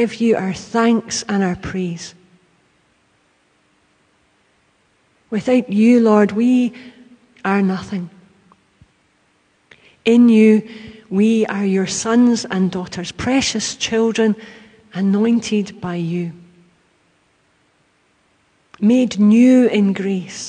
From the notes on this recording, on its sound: Live from The Old Kirk. Live stream of our service.